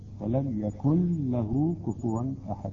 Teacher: النون هنا أدغمت في اللام أصبحت عندنا لام مشددة